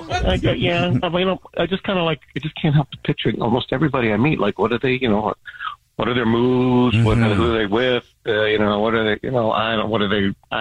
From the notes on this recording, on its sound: The listener on the phone